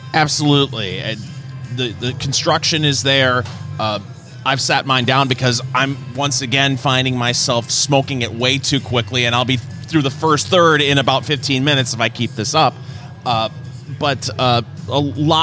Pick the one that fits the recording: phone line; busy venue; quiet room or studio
busy venue